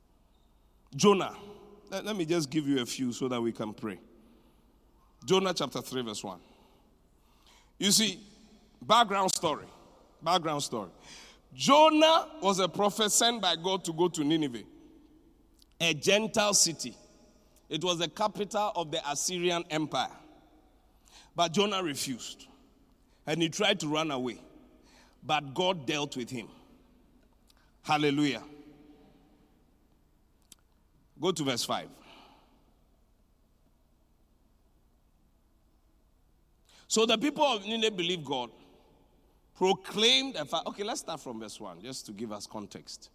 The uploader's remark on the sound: Preached at the Qodesh. Inspiration Service.